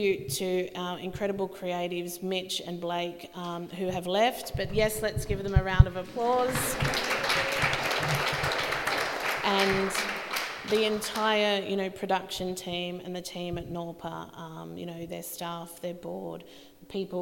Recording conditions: live audience